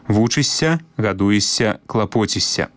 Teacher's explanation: як бы мы ні пісалі, заўжды вымаўляем мяккі падоўжаны «с».